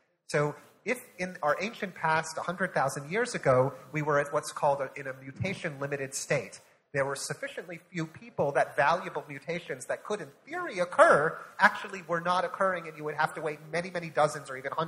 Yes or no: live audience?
yes